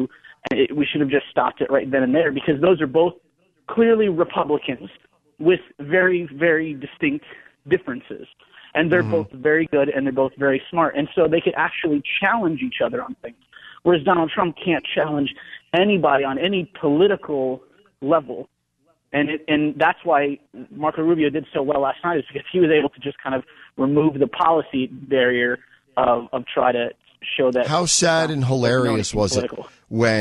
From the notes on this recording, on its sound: your phone calls